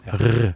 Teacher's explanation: Men når du kommer litt lenger ned på Vestlandet, så får du plutselig de r-ene at det er drøvelen som har tatt over.